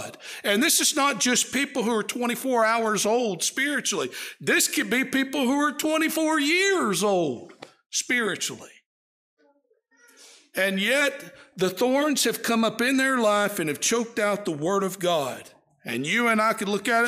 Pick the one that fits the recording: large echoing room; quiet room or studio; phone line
large echoing room